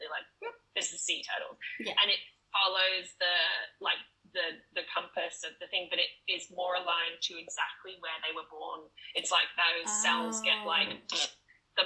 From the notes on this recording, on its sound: Sorry for the not so optimal sound quality.